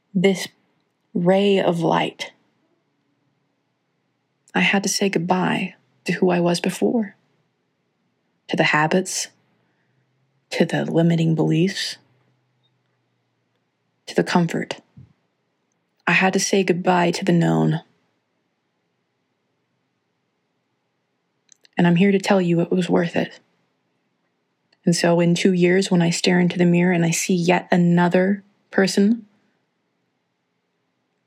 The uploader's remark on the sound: Recorded on my phone for the first time, and will be unpacking the mic for next week.